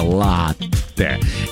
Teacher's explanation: несмотря на обилие гласных, произносится твердо, без мягкости